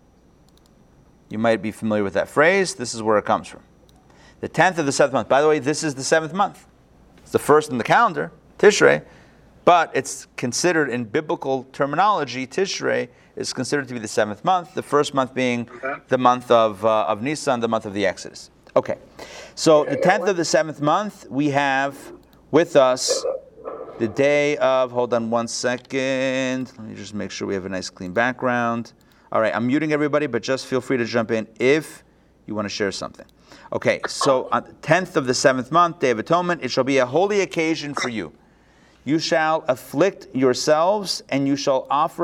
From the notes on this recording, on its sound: Recorded live at the Intown Jewish Academy on September 8, 2021